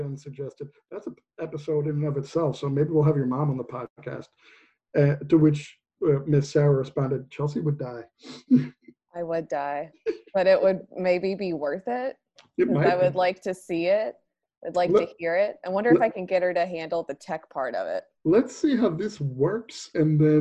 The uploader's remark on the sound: record online